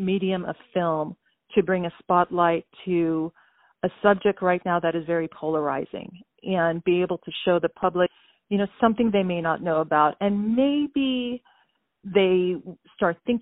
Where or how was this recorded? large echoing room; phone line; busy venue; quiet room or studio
phone line